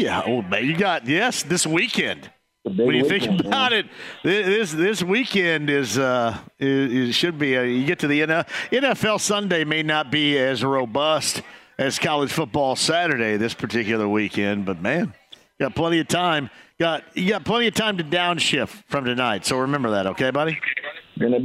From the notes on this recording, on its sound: LIVE from Kilroy’s in downtown Indy